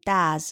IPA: dʌz